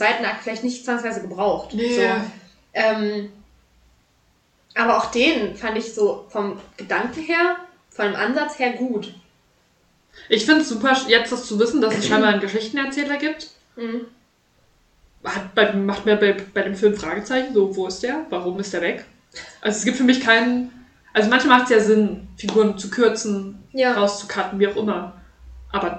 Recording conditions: poor sound quality